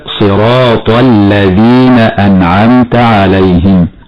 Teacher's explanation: أما كلمة الذين فاللام فيها حكمها الإدغام الشمسي